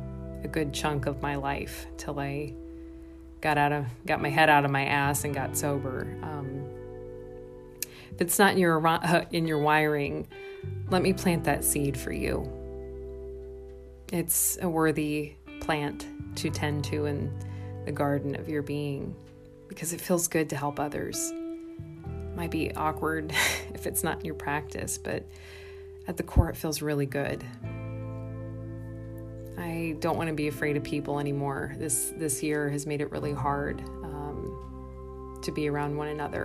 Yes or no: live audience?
no